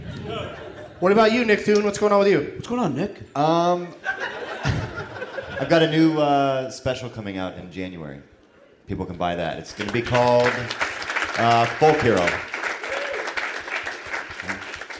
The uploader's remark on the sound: Recording live at L.A. Podfest in Santa Monica.